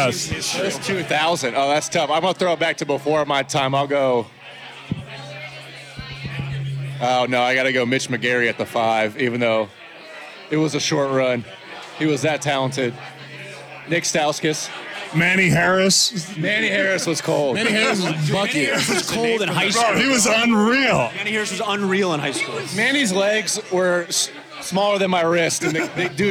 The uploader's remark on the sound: LIVE FROM OVER UNDER